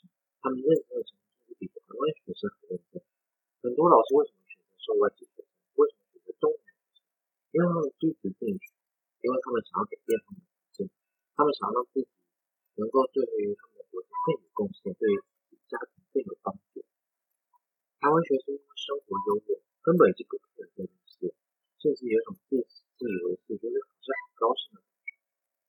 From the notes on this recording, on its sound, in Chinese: 一定會換錄音設備這次再請大家，忍耐一下